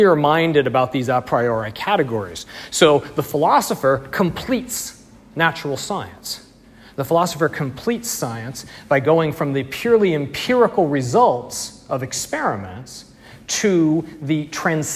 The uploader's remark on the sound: Audio and slides from the second lecture in the series, delivered 18 February 2020 in Bamberg, Germany